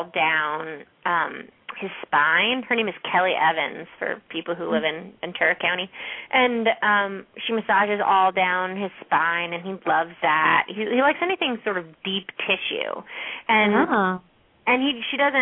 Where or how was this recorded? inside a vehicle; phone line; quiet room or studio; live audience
phone line